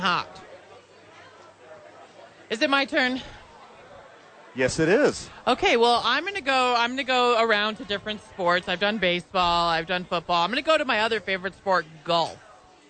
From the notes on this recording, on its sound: live from Top Golf for YMCA Charity Event